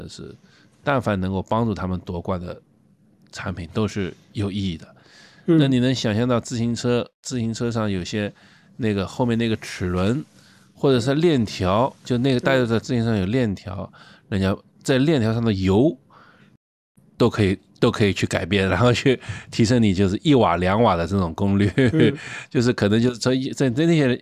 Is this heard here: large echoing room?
no